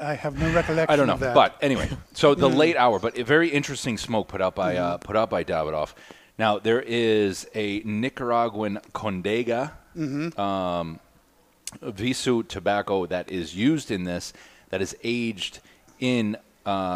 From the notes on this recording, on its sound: Today's episode has been pre-recorded Live from Two Guys Smoke Shop in sunny Salem, New Hampshire.